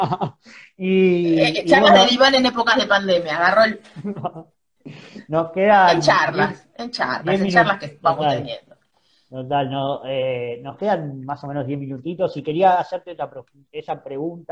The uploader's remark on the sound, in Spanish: Por IG Live.